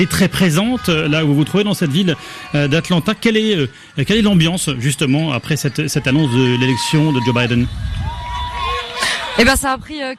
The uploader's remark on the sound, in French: en direct du Parc des Princes